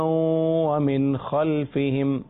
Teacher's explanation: یہاں میں نے غنہ نہیں کیا کیونکہ یہاں نون ساکن اور تنوین کا پہلا فارمولہ پہلا قاعدہ اظہار ہے جہاں غنہ نہیں ہوگا